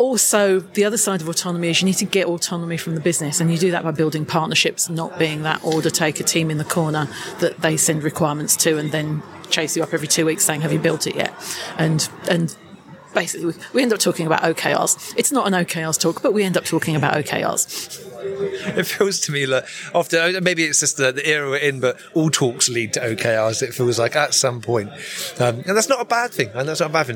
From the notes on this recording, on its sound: We find ourselves at Lean Agile Brighton 2023